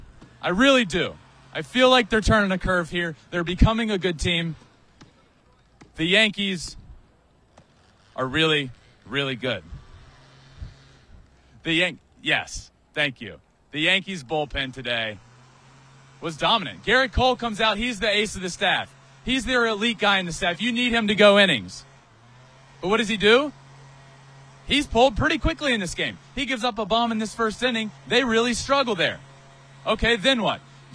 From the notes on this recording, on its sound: LIVE REACTION FROM ANGELS STADIUM. LIVE from Angels Stadium in Anaheim.